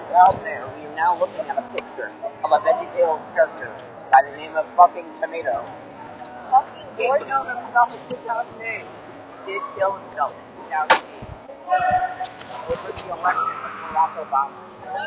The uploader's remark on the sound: We have no idea what happened to the audio here, but feel free to try and decipher it.